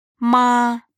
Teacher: Первый тон произносится высоко и ровно. · В общепринятом китайском языке путунхуа имеется 4 тона. Ровный – первый тон, восходящий – второй тон, нисходящий-восходящий, третий тон, падающий, четвертый тон. Произнесем слог «ма» во всех четырех тонах.